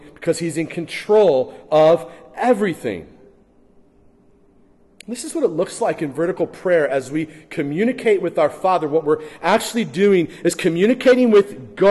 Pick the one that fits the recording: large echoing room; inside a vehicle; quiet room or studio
large echoing room